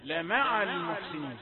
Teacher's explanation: يعني يعمل ضغط على الميم يعلي صوتها واللام أقل منها · Term: اظهر صوت الميم